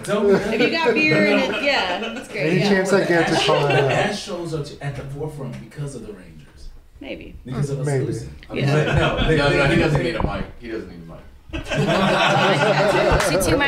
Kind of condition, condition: setting, busy venue